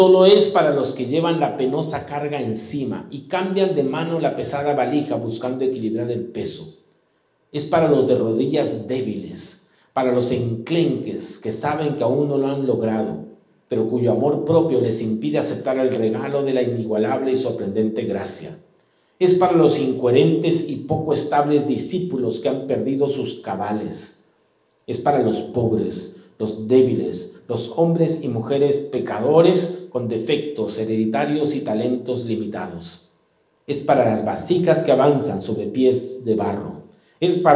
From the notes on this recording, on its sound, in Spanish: presentado en vivo el domingo 6 de noviembre de 2022 Este podcast es la retransmisión de la reunión de iCafe de cada domingo